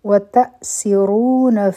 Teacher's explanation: په سین کې به د سیټي آواز وي را به غټه وایو او په را باندې دمه په واو